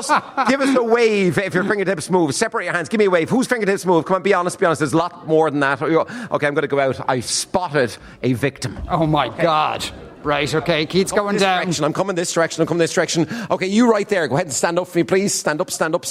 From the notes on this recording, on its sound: LIVE at the Athlone Springs Hotel